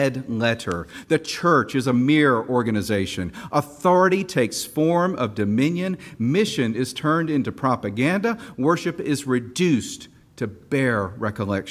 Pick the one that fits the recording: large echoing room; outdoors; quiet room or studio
large echoing room